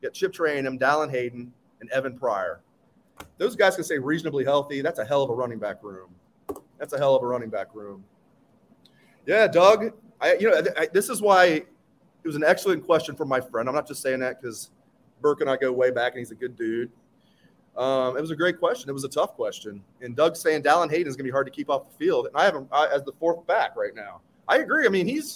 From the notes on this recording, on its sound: On our postgame podcast What We Learned Live following Ohio State's spring game. Fielded several questions from our live audience.